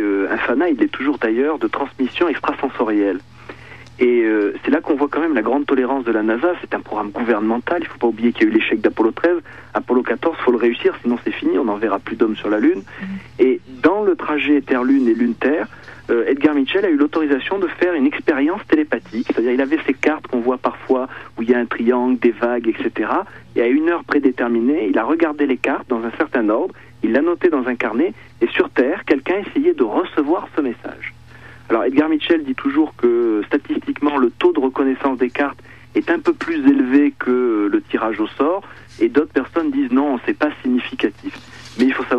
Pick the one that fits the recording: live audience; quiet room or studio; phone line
phone line